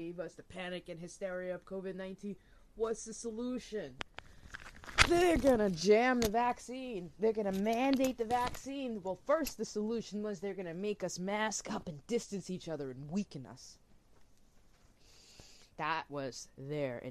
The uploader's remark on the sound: Apologize ahead of time for low audio audio & mic issue , I’m not a pro at this.